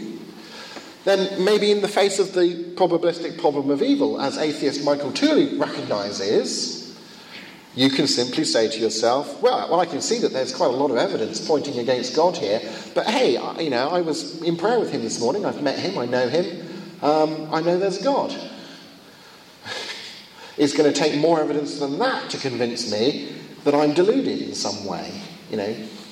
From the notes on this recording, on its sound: Second of two lectures at a conference in Finland